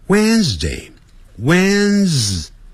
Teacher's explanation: 那个 WD 那个 D 不念出来的